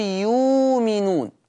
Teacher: كلمة يؤمنون همز ساكن ويبدله ورش إذا كان وقع فاء للكلمة. عشان كده لو أنا هوزن كلمة يؤمنون على وزن يفعلون، فلو احنا وزننا الهمزة هنجدها ملتصقة عند الفاء اهي بالتوازي، يؤمنون على وزن يفعلون، يبقى يبدلها ورش.